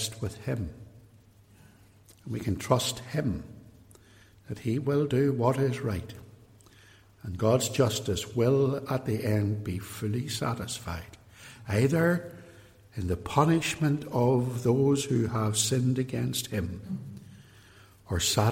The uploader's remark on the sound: In this extract from a sermon preached at Templepatrick Reformed Church.